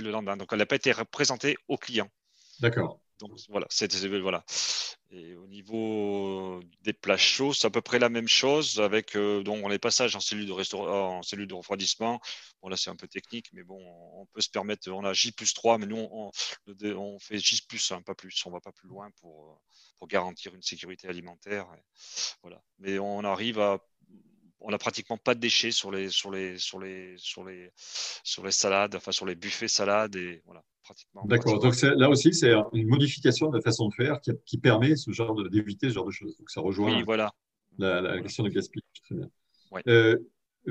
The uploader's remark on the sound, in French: 20 novembre 2020 en visio